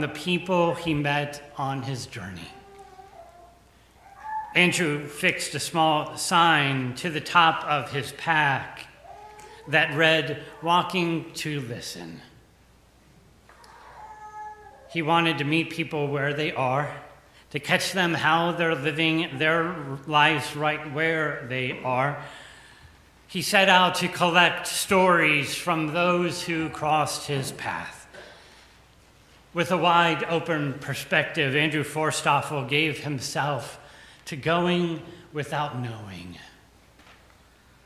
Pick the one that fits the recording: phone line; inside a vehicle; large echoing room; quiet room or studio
large echoing room